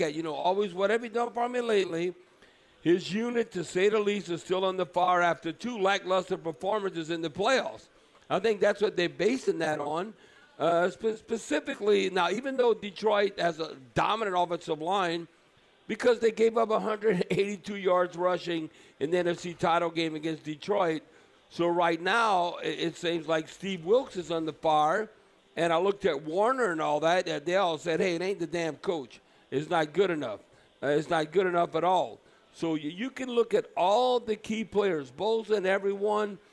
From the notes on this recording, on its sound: live from the Silver Slipper